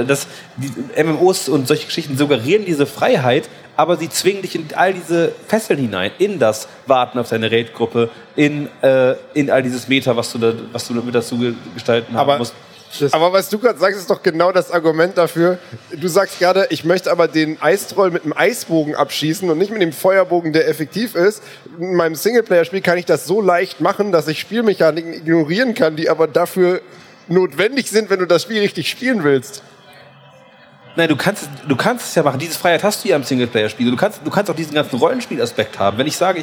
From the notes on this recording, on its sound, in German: Aber heute wollen wir diesen Streit ein für alle Mal beilegen - auf der CAGGTUS in Leipzig, live und in Farbe.